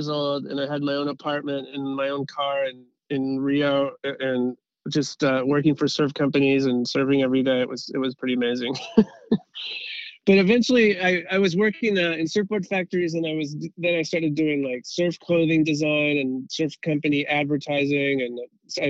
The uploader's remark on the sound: over the phone